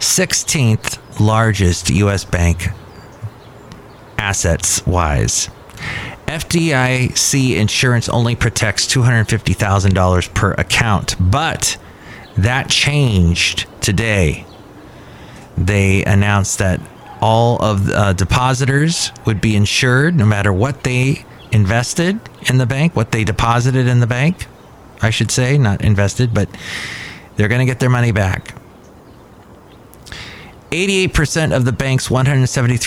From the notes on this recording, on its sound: podcasts live from Cafe Anyway